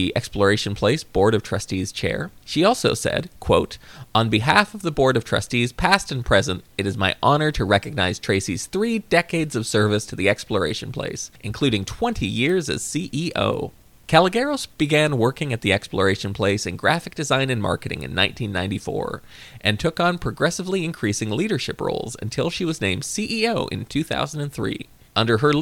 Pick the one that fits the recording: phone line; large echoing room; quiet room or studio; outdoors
quiet room or studio